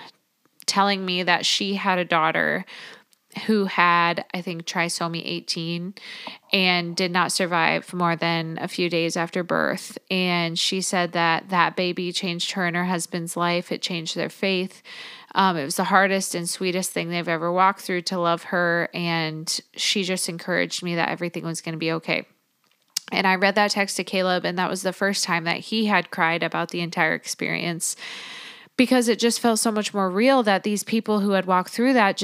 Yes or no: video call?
no